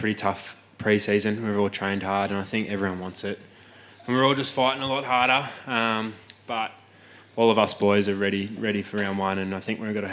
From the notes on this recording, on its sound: That's Good for Footy panel show LIVE from the Waterfront on the Pier, Port Melbourne